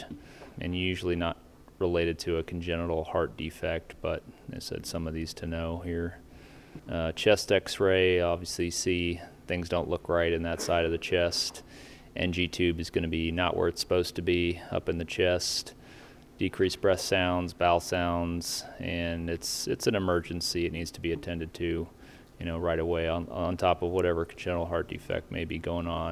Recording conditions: busy venue